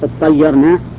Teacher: نعم فأدغمت الشاء في الطاء ولما أدغمت الشاء في الطاء صار الحرف الأول منهما ساكنا ولاحظوا أنه أيضا بعد الإدغام قلبت التاء طاء